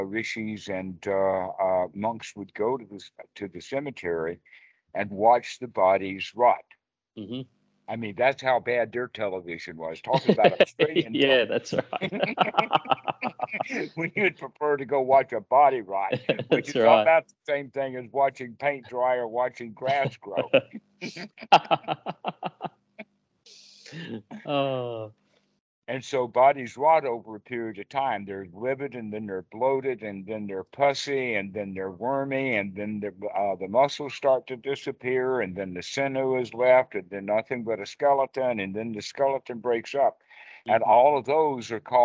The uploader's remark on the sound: Skype calls on this channel.